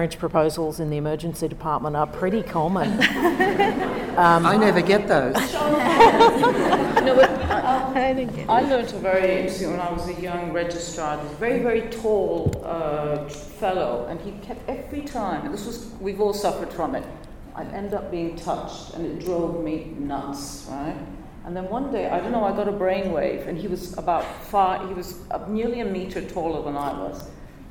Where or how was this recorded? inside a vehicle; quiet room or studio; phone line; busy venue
busy venue